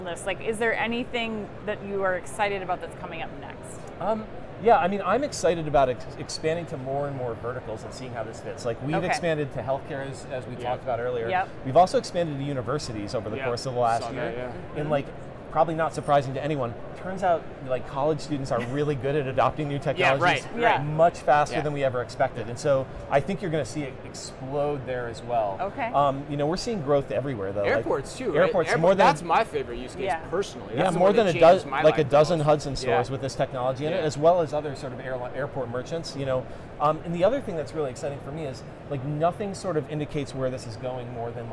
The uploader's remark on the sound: Live From NRF 2024